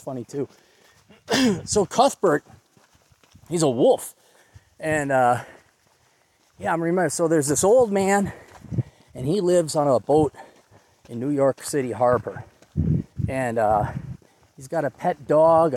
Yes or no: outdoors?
yes